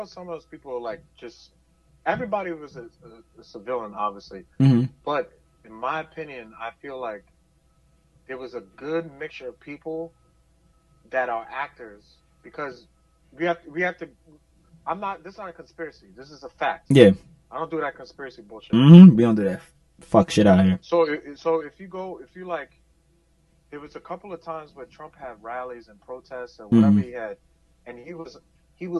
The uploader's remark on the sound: This was done on short notice, so please excuse the audio quality and the poor editing!